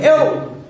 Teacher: آليته طرف اللسان يرفرف يرفرف على غار الحنك الأعلى، ولكن هاي الرفرفة بدون إفراط